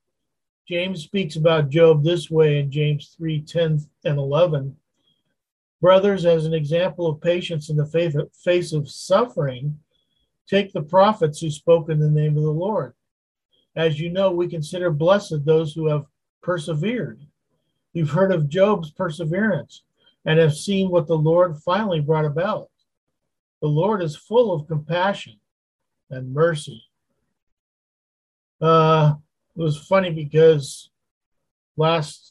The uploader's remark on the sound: Wednesday Zoom study.